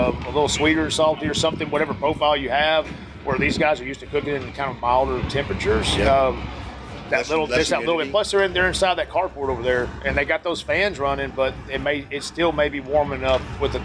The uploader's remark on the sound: Cook spot at the 2023 American Royal. At the Kansas City Royal.